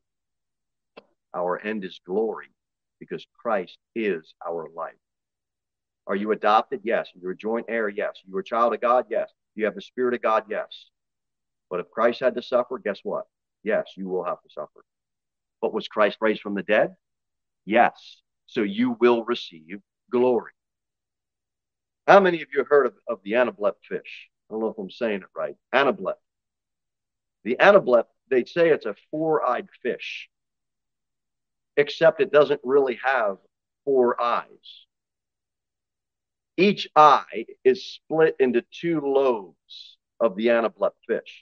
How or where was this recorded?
large echoing room